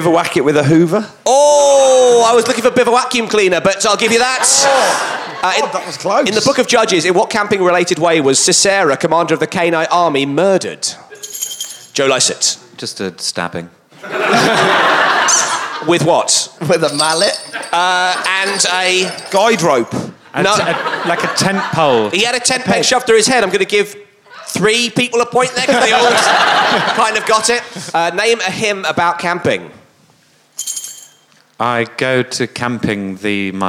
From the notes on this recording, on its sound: It's a camping special recorded at the wonderful Machynlleth Comedy Festival in May 2013.